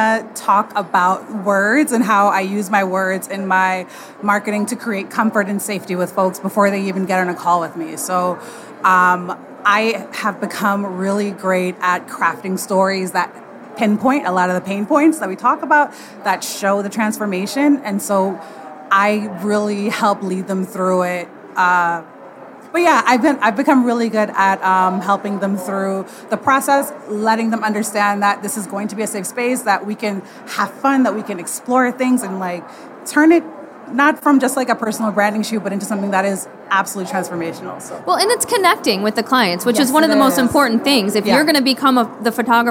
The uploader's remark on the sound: Live From WPPI. Welcome to this special live edition of The Portrait System Podcast!